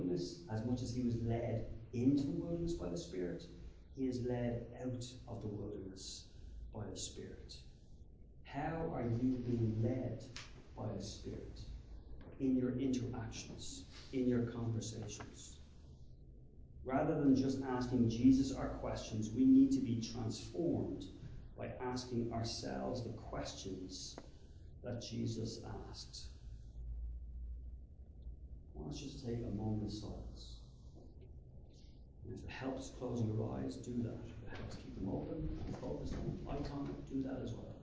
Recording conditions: large echoing room